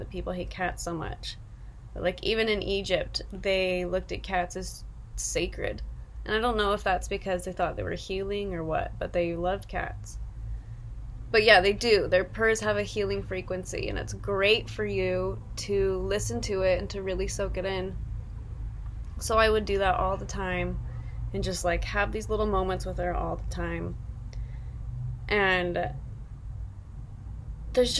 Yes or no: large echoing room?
no